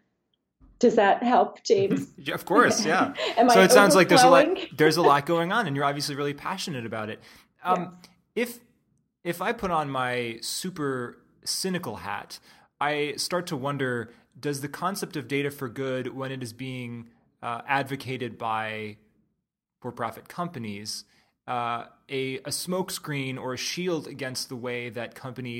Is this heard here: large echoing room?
no